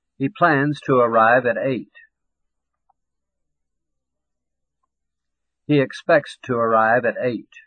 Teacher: Notice the reduced vowel in to before a consonant.